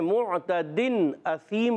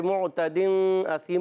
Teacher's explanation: پڑھیں گے، بعض بچے معتدن اثیم پڑھ دیتے ہیں، یہ غلط، یہاں اخفا نہیں ہو رہا، اظہار ہو رہا ہے، غنہ نہیں کریں گے · Shown in: first take · اثیم میں حمزہ کو خوب ظاہر · Term: اظہار حلقی